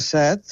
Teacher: Sí, aquí la major part de les illes es pronuncia en vocal neutre, set. En canvi, en català central es pronuncia en veu oberta, set... I en català occidental es pronuncia set, és a dir, que en català tenim les tres pronunciacions.